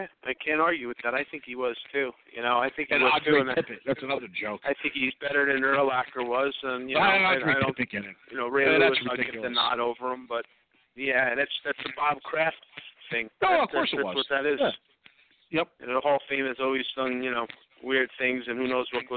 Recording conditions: busy venue